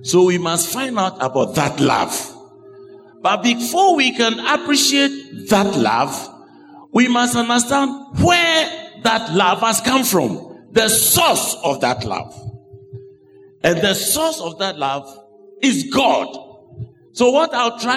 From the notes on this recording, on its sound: Sermon preached at CBC Adabraka Campus